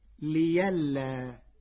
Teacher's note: قرأ ورش كلمة لئلا بإبدال الهمزة ياء مفتوحة فتصير ليلا تخفيفا